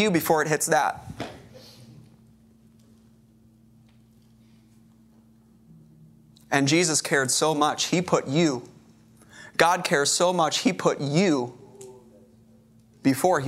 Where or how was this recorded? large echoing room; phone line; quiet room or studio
large echoing room